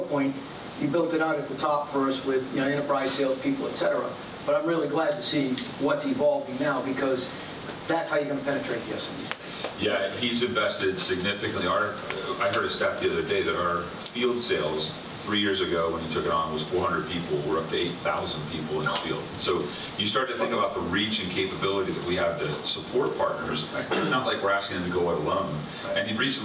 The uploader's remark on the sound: This episode was originally recorded live in June at the 2022 GTDC Summit EMEA in Amsterdam. Hosted an interactive discussion with three technology executives.